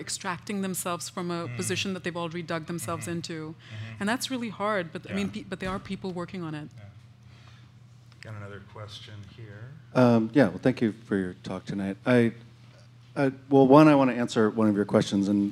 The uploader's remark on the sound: As part of The Long Now Foundation's “Conversations at The Interval” Salon Talks. Recorded live at The Interval, our bar, cafe, & museum in San Francisco.